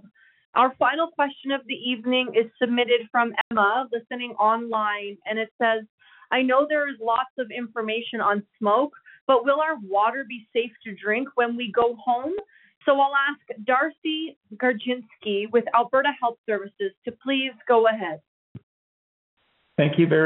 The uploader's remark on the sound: Wildfire Evacuation Information Telephone Town Hall. Albertans who are evacuated can attend telephone town halls with government and partner organizations to get updates and answers to their questions.